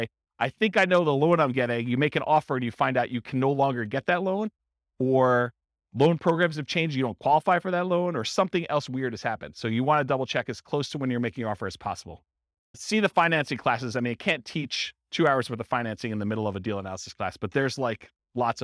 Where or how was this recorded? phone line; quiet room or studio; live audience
live audience